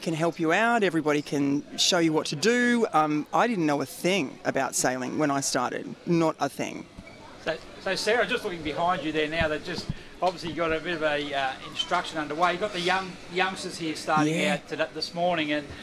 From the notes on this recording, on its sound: Saturday's on the coast is live from Gosford Sailing club.